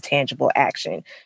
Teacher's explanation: But if you're listening to her, that actually tangible action is one of the things that subconsciously tips you off that she happens not to be white, because the a is, as we linguists call it, slightly raised